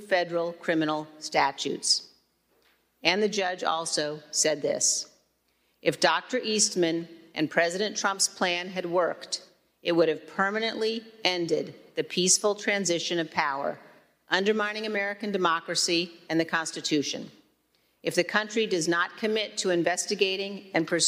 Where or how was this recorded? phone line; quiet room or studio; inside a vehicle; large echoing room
large echoing room